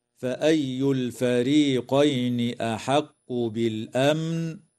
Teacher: تظهر لام التعريف في كلمة الفريقين وفي كلمة بالأمن، ويسمى إظهارا قمريا. وتظهر الميم الساكنة في كلمة بالأمن، ويسمى إظهارا شفويا.